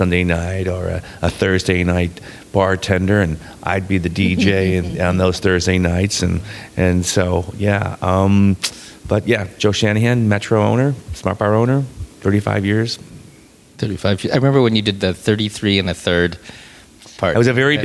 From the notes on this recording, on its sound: Live from the Metro Smart Bar in Chicago where I worked in the 80s.